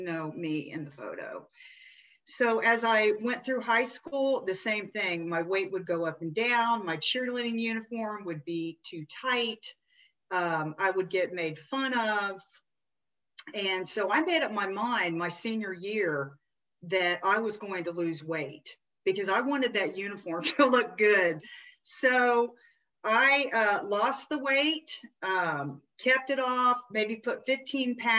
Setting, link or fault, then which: link, video call